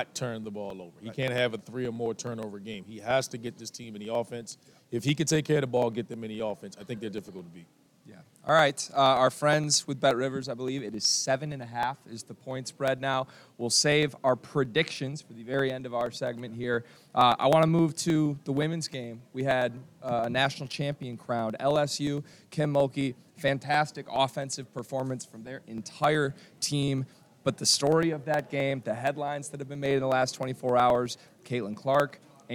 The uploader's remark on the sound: Live from NRG Stadium in Houston!